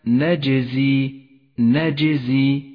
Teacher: لاحظ صفة القلقلة أيضا لحرف الجيم في كلمة نجزي نجزي، يحتاج حرف الجيم هنا إلى شدة وإلى قلقلة وإلى جهر، فلا يجري معه النفس ولا يجري معه الصوت ونقلقله عندما نلفظه، وكلها صفات قوة لهذا الحرف، لذلك انتبه إلى لفظه أي هكذا.